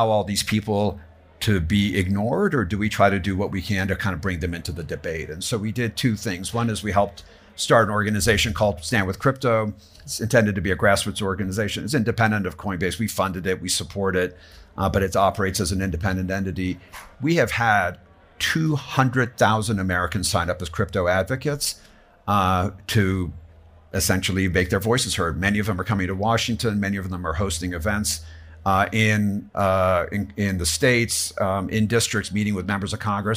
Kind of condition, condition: setting, busy venue